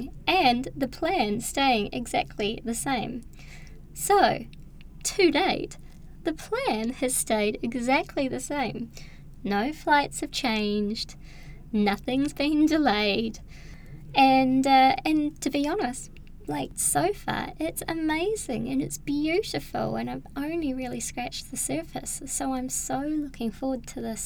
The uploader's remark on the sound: I’m having all these issues trying to find a quiet enough place to record my podcast, so maybe you can hear a bit of background noise, maybe you can’t but I know it’s there and it’s annoying me!!!